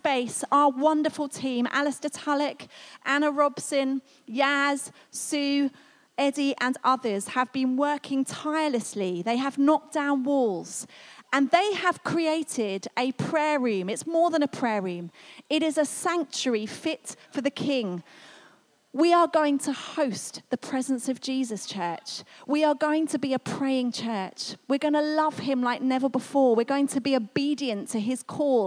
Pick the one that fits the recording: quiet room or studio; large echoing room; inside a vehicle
large echoing room